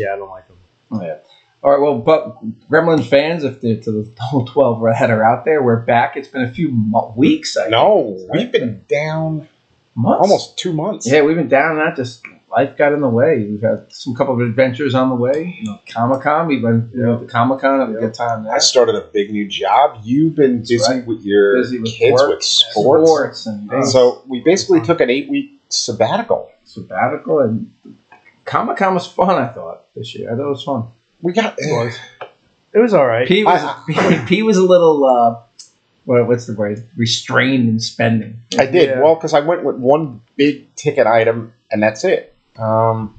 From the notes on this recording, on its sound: a ghost got into the soundboard and the next 2 episodes have audio issues.